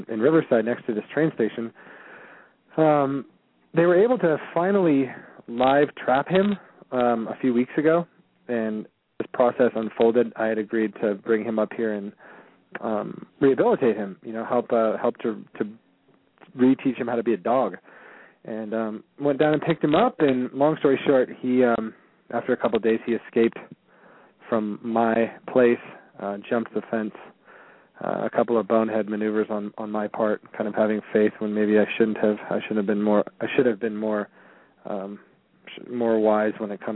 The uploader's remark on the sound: open up the lines for listeners to call